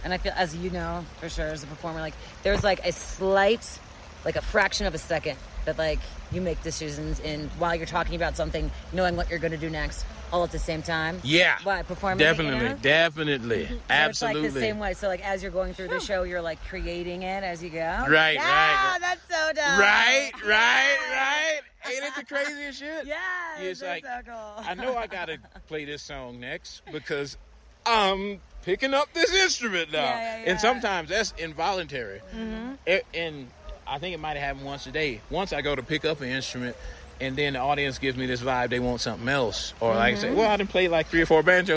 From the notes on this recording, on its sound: Telluride Blues and Brews festival. We did this interview on my cell phone next to a stream in the middle of the mountains.